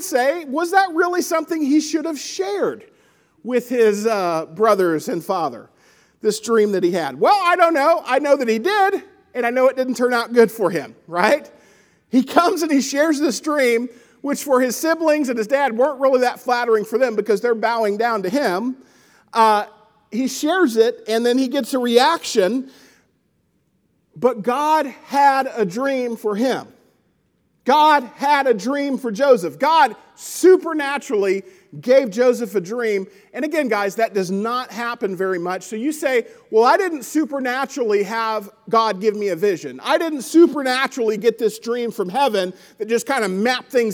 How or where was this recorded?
large echoing room